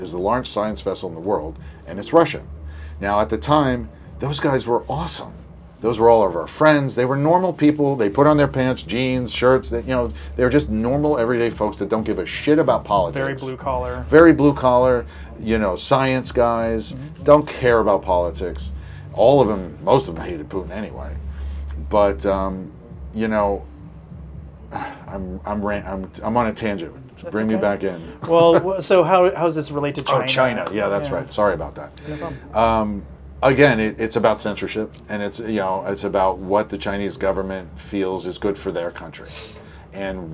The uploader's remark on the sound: sit down on location at SXSW